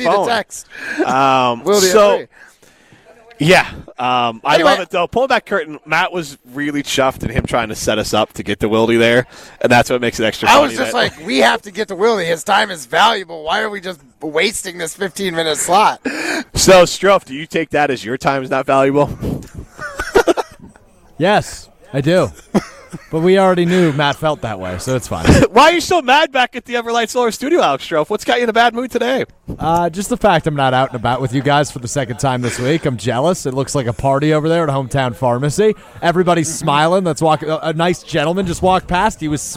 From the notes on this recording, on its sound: Live at Hometown Pharmacy in Waunakee.